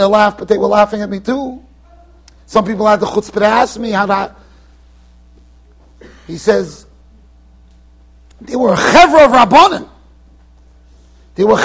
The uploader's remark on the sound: Shiur recorded in Yeshivas Ohr Reuven, Monsey NY